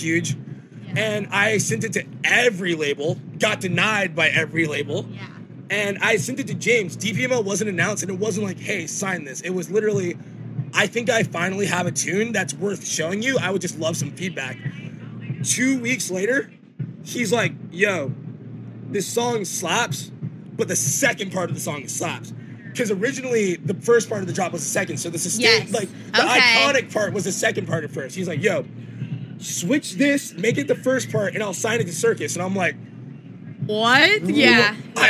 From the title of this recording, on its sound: Live from Forbidden Kingdom